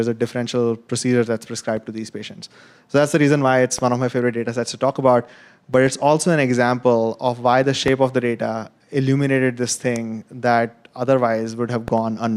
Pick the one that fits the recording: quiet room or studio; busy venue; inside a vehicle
busy venue